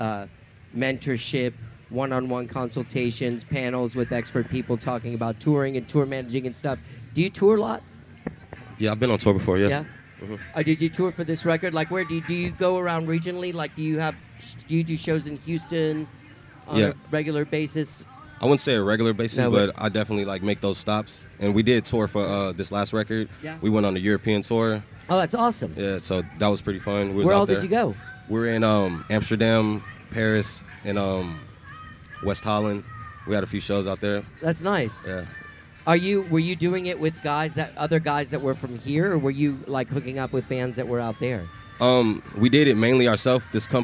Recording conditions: busy venue